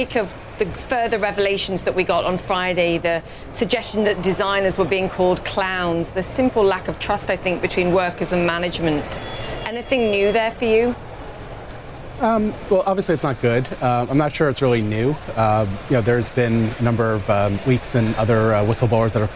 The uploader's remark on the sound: live from the New York Stock Exchange